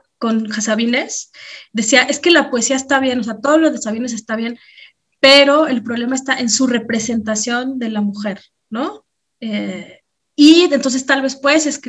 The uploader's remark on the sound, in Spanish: Como parte del tercer ciclo del Laboratorio de Escrituras Vivas, en sesión sincrónica vía Zoom.